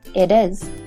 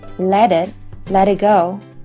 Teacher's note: 当 t 结尾的单词与后边的元音连读时， t 通常会变成一个类似短 d 的音